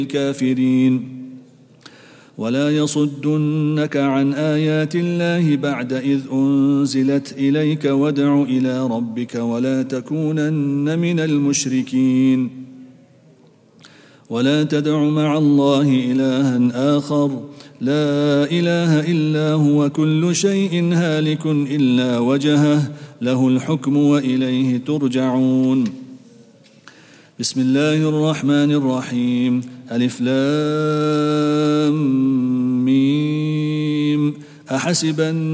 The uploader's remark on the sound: at the Houghton Masjid (West Street)